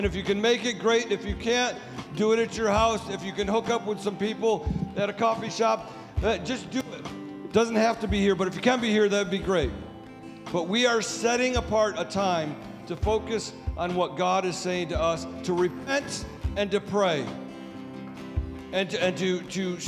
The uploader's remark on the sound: Sunday Service Recording